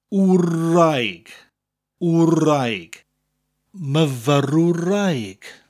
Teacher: as you're saying that O sound in the middle of the word, you're already going on to the R sound